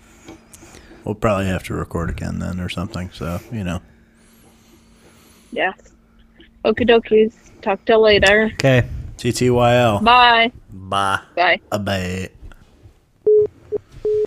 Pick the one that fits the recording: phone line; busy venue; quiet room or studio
phone line